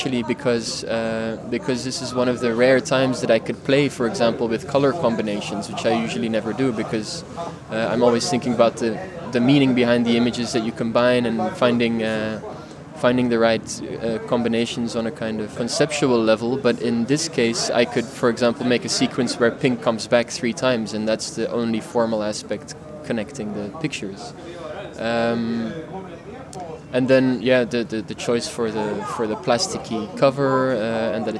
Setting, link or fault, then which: setting, busy venue